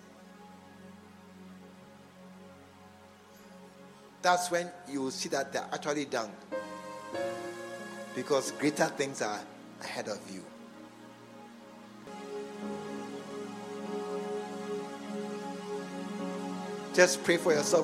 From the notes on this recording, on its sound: A message preached at the SAT service. At the True Vine Cathedral Bantama.